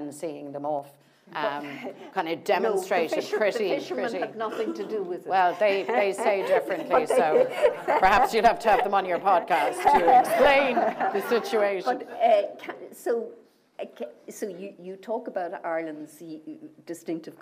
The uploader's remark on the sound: in front of a live audience